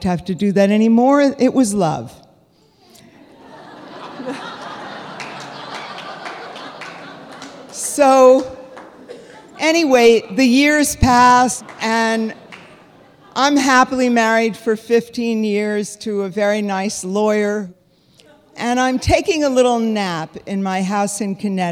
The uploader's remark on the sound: This week, we take a look back at a magical Moth live show.